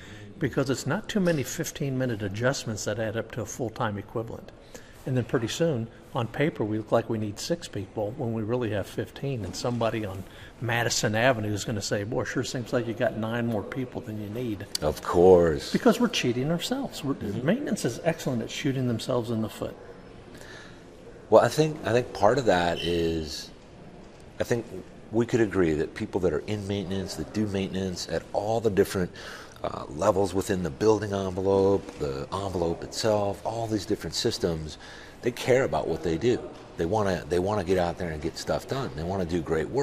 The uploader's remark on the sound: From Reliable Plant Conference 2023